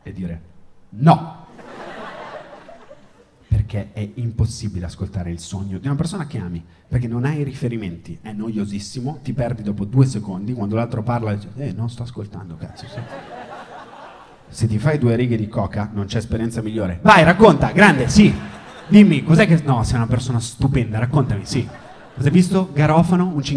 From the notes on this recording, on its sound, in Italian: Registrato al Circolo Magnolia - Milano.